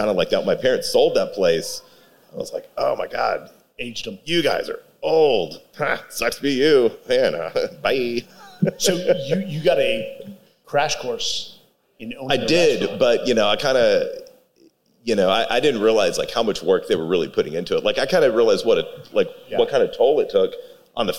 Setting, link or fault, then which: setting, live audience